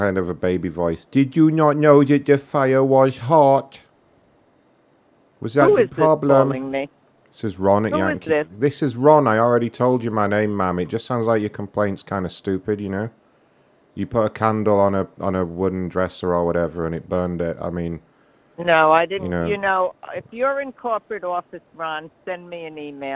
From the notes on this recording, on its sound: Another show of ringing, sorry about that guys